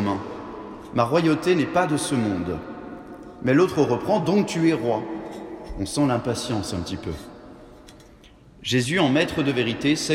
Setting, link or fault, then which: setting, large echoing room